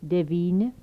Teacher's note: Dental stops without palatalization.